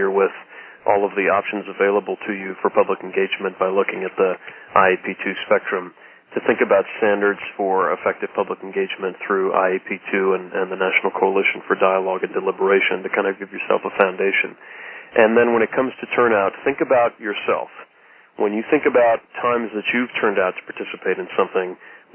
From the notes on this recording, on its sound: Call recorded on August 9, 2012.